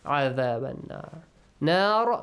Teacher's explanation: when you stop the را has a heavy sound